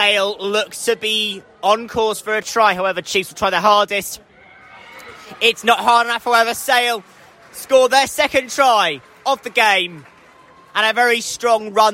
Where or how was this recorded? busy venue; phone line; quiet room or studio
busy venue